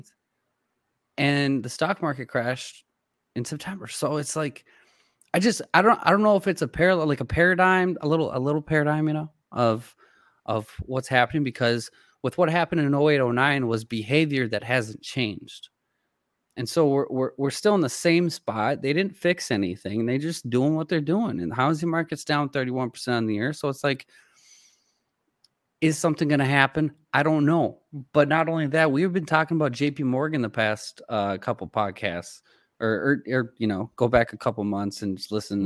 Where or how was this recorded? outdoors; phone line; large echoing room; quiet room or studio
quiet room or studio